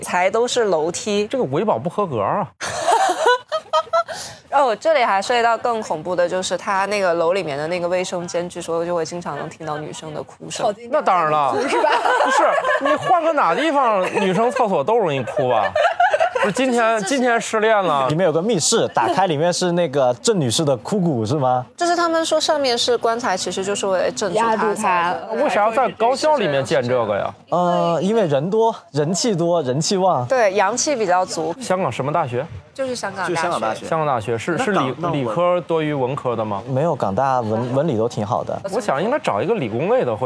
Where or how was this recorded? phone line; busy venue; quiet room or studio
busy venue